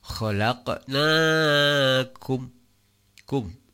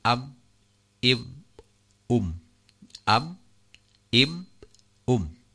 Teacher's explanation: maka jelas kedah jelas bibir nutupna oge teu disarengan ku pantulan teu ditahan · Shown in: first take · Term: mim sukun